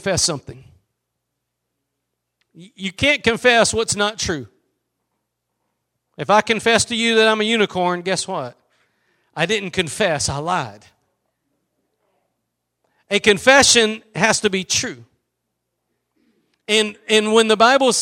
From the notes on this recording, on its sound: Preached at Gospel Lighthouse in Bossier City, La.